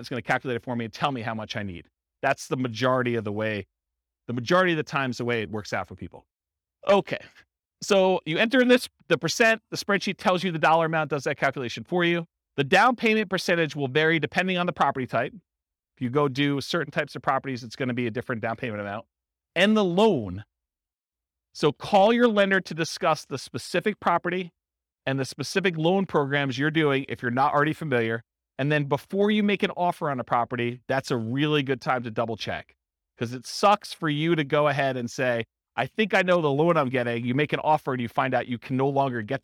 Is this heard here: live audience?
yes